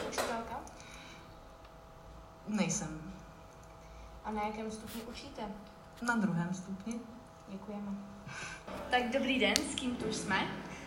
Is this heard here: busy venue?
yes